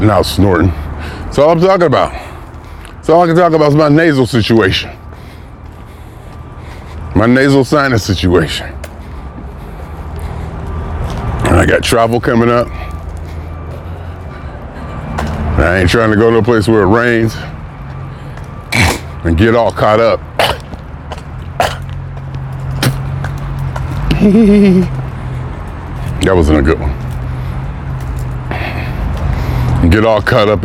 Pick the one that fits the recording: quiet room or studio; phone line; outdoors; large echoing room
outdoors